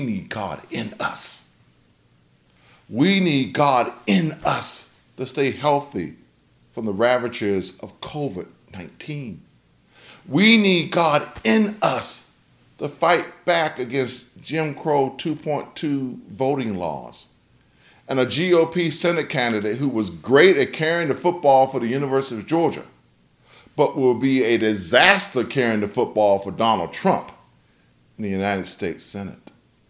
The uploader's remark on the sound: delivered on September 5th, 2021, for Homecoming at Wesley Chapel African Methodist Episcopal Church